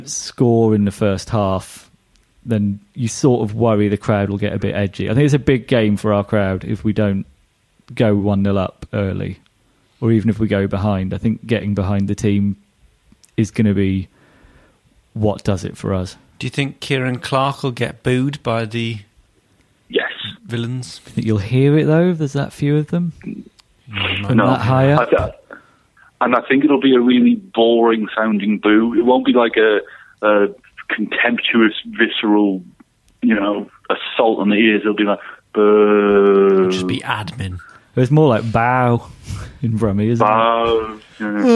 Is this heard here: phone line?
yes